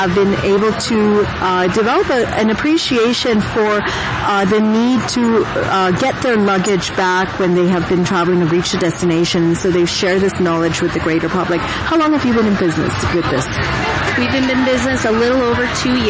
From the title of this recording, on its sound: Modern Bride Show LIVE on Location